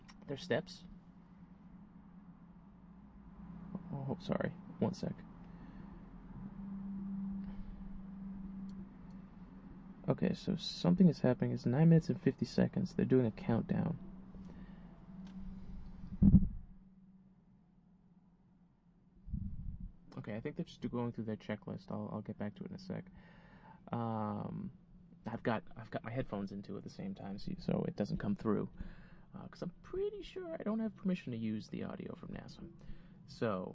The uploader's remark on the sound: This is the first try at recording the podcast "ON-THE-ROAD" - using a new recording device, so I'll be working out the kinks. WARNING : There is some popping and wind distortion - be careful with your speakers or headphones. I did as much as I know post-production to minimize it.